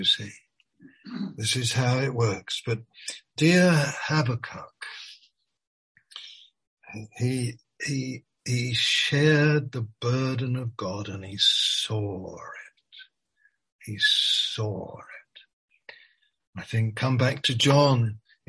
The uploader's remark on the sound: Malaysia Meets (Zoom)